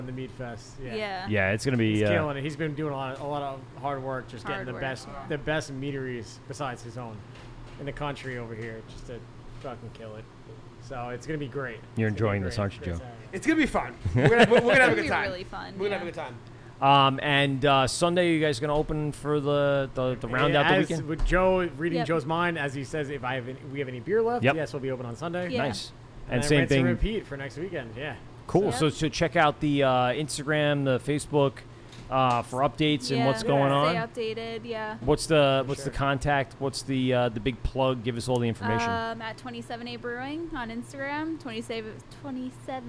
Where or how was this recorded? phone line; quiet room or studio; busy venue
busy venue